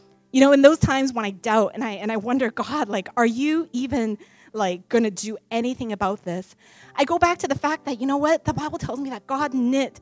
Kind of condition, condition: setting, large echoing room